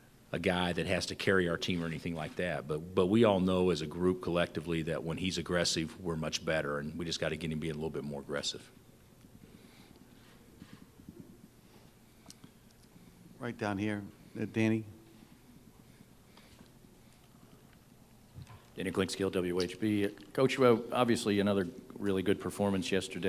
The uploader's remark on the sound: Press Conferences & Post-Game Interviews